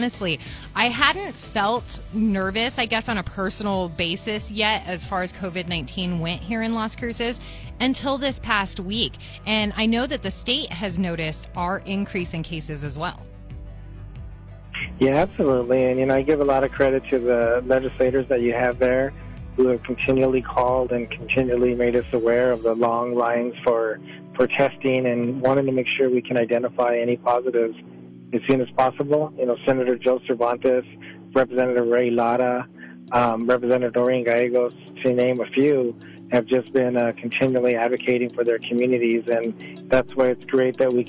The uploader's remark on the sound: called into the Bravo Mic studios